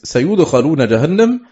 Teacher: سيدخلون جهنم بضم الياء وفتح الخاء